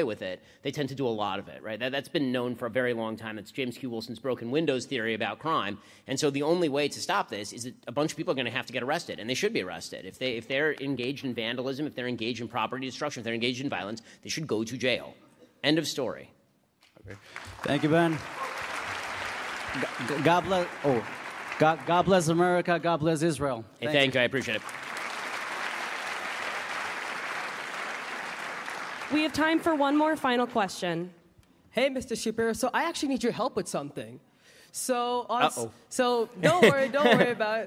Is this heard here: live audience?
yes